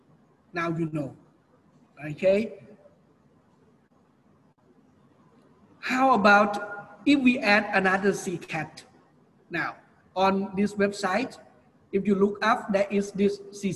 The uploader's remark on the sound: PODCast of LIVE Class Record